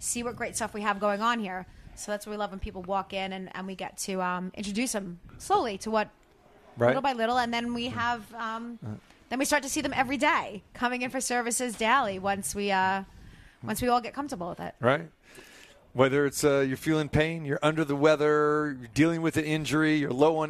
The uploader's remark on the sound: Live from Restore Hyperwellness